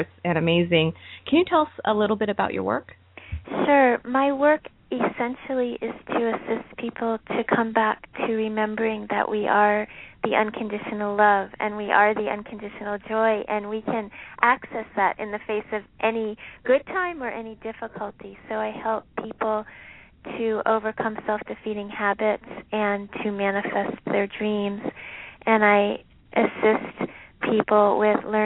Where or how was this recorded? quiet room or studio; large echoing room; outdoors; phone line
phone line